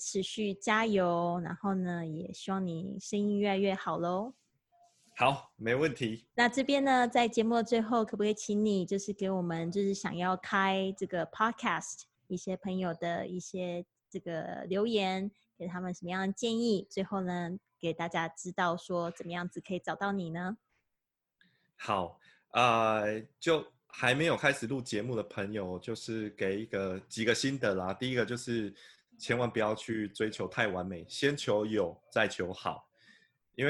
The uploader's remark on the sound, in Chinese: 本節目用Zoom錄製，我現在人在台中跨界共生公寓～。